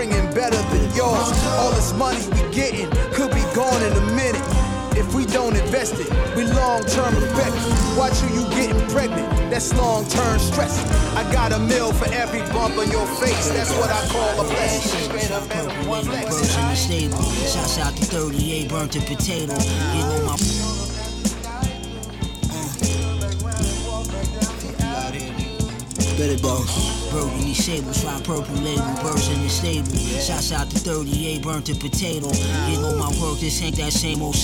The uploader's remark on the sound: Originally broadcast live on April 4, 2019 from the storefront of Kinfolk 90 in Williamsburg, Brooklyn, New York City. Broadcast live on WAXX.fm.